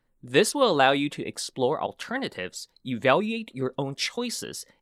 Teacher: This will allow you to explore alternatives, evaluate your own choices, and ultimately help you make more informed decisions. So we're stressing explore alternatives, especially alternatives